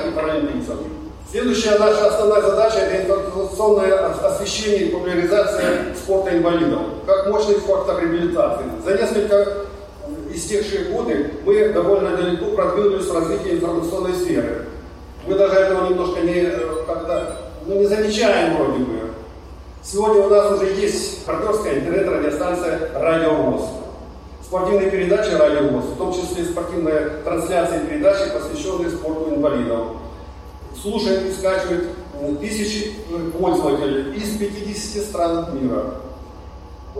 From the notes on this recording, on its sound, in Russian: С 26 по 29 мая в санатории «Солнечный берег» город Геленджик прошёл Физкультурно-оздоровительный фестиваль «Сильные духом!». Вашему вниманию представляем фрагмент аудиозаписи с открытия фестиваля.